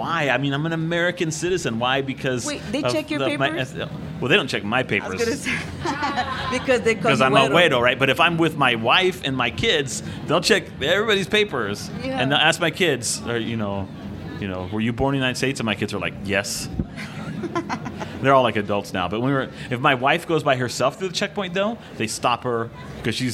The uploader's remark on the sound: a session from the 2019 Tucson Festival of Books